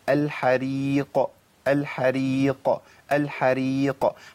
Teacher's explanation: انا عندي القلقله هنا في المرتبه الثانيه، اقول الحريق الحريق الحريق، هتلاقوني لو عدتها 20 مره هتطلع صوت واحد، مش الحريق، ولا اقول الحريق كده انا دخلت على مخرج الكاف، طالما جبت همس الهمس لا يتحقق في مخرج القاف.